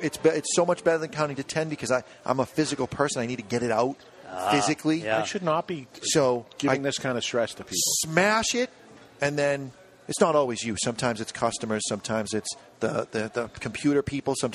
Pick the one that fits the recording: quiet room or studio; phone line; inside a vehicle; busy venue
busy venue